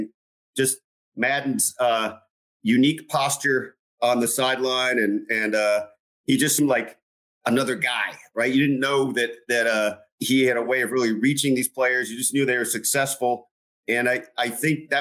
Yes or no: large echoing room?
no